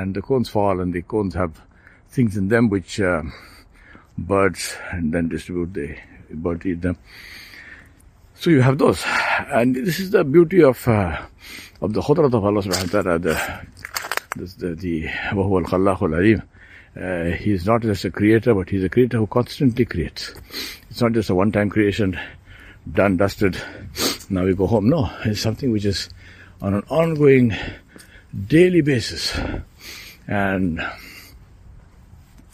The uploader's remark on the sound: Out walking in Mittineague Park